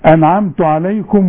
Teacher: النون اللي عليها السكون لا تغن